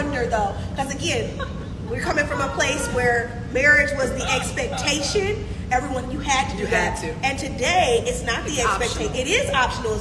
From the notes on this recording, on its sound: Live Show. In this final live installment of the "Sugar and Spice: The Unfiltered Therapist Podcast". Listener interactions.